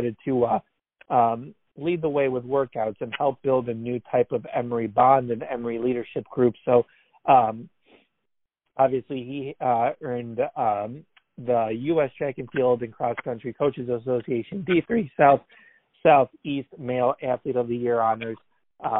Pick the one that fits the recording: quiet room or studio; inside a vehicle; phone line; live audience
phone line